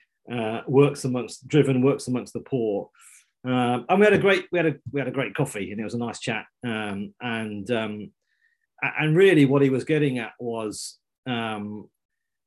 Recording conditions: video call